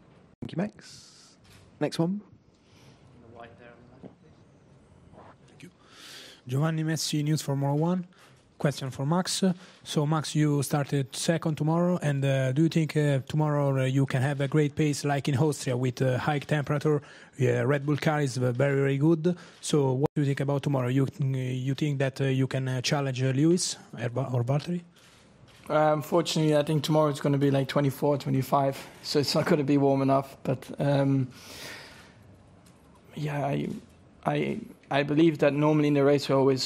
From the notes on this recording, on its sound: Germany Post-Qualifying Press Conference